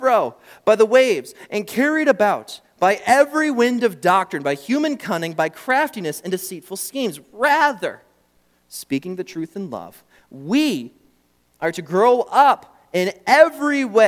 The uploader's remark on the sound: during the Morning Worship Service on Sunday, April 16, 2023, at Calvary Baptist Church in Battle Creek, Michigan